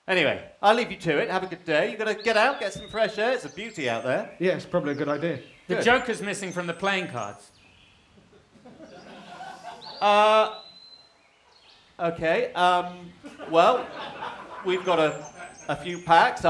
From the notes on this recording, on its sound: The Society of Strange improvises a weird tale in front of a live audience.